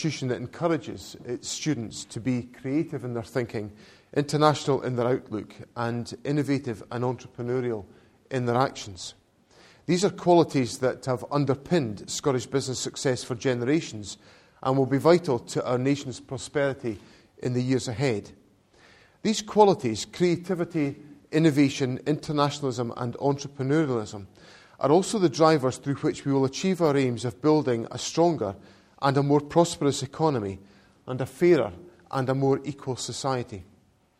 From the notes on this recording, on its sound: to an audience of academics and business experts at the Glasgow School for Business and Society